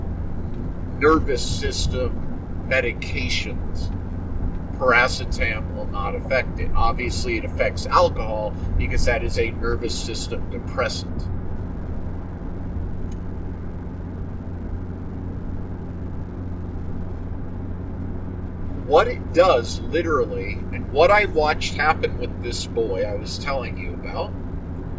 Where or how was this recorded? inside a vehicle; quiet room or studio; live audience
inside a vehicle